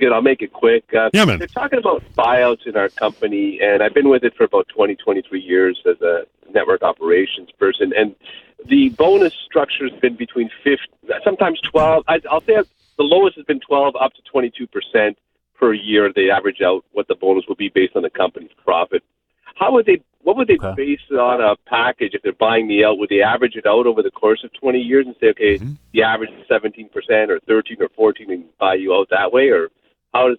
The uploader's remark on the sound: goes through all of these in addition to your phone calls